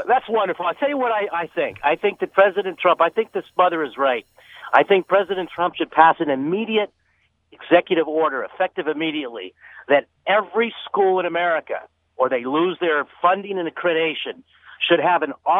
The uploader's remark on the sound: Opened the phone lines to our listeners